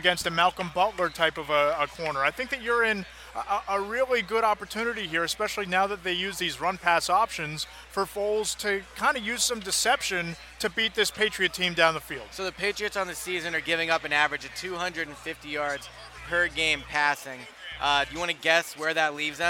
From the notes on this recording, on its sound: After a week of talking to all the experts on Radio Row. Once again recorded on Radio Row in Minneapolis.